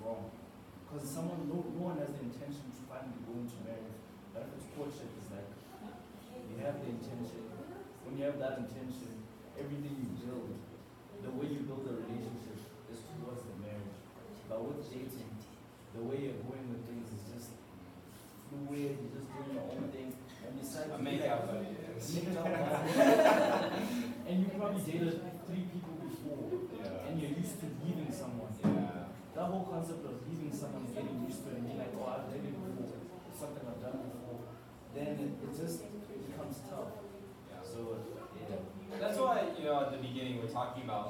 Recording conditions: poor sound quality